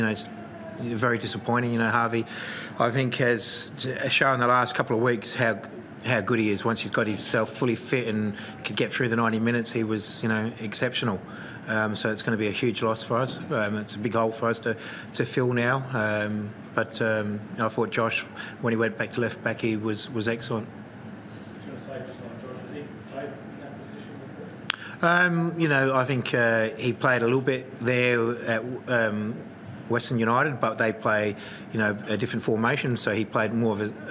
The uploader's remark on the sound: Post-Match Press Conference